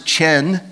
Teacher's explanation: it's not really a ch sound. It's more of a throat sound to say these words, but it means to bend or stoop in kindness.